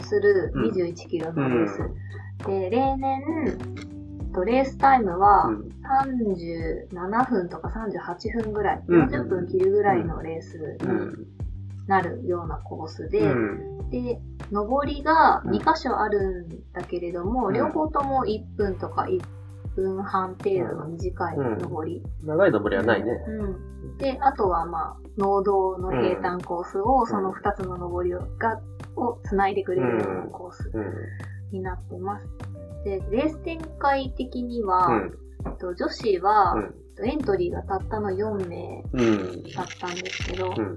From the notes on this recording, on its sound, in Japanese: お酒を飲みながらのトークであることをお許しください。少しノイズが入ってしまっています。